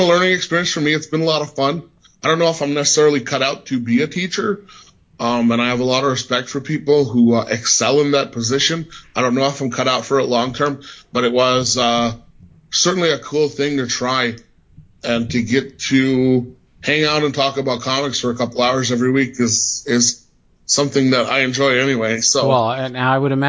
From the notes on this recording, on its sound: Sat down over Skype.